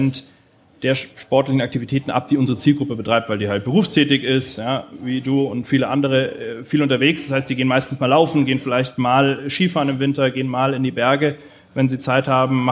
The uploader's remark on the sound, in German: Live Podcast aus Zürich